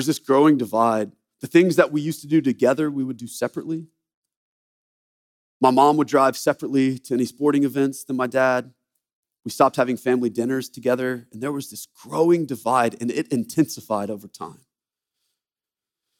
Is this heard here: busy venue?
no